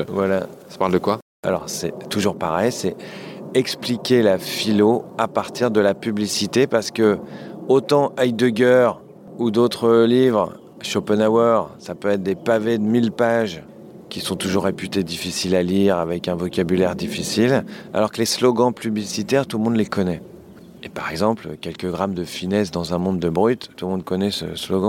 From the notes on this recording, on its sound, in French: Enregistré dans son petit jardin de Montmorency, la ville où a résidé Jean-Jacques Rousseau.